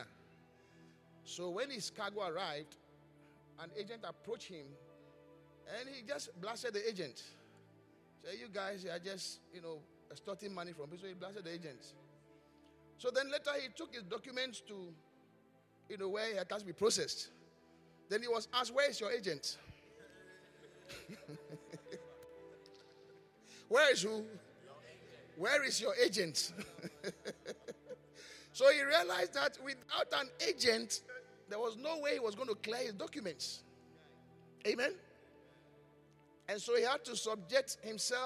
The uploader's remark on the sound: Preached at the Qodesh